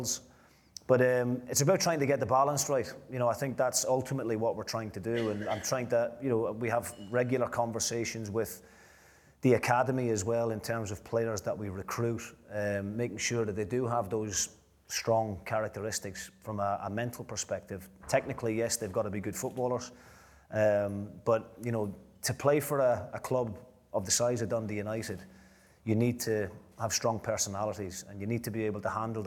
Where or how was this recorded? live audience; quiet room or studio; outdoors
live audience